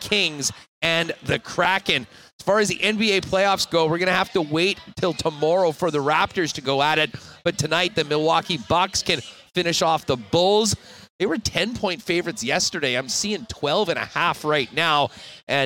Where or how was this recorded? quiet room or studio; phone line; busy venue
busy venue